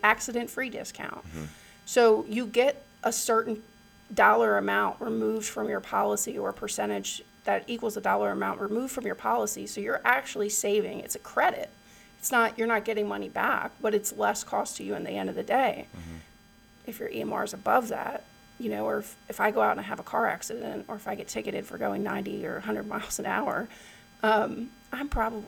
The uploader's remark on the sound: We are aware of some feedback on the microphones during this interview - one of the kinks we had to work out in starting a podcast, I suppose!